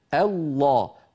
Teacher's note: الانتقال من همزة مرققة إلى لام مفخمة الله، ولا نقول أبدا الله.